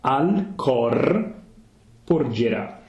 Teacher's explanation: so we get that open O for cor, which we see in lots of songs